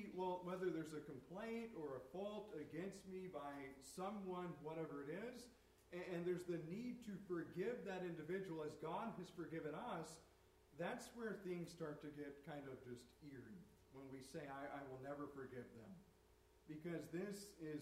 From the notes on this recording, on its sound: Turn the volume up high, this recorded a little poorly.